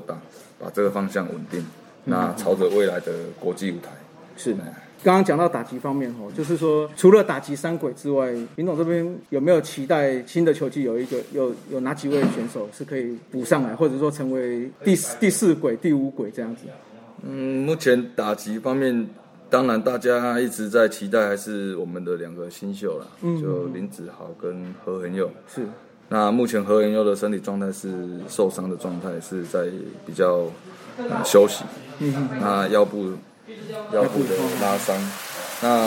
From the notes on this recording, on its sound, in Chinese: 本集錄音於球場，全程使用錄音設備較精簡，音質不佳請見諒。特別南下到獅隊春訓基地。